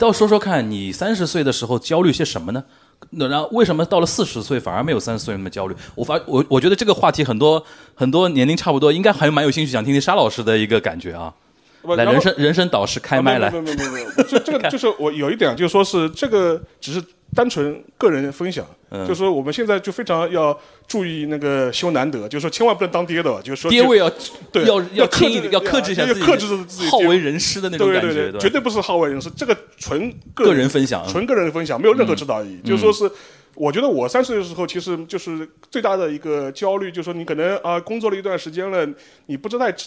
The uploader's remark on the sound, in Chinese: 东亚观察局》线下见面会东京站实况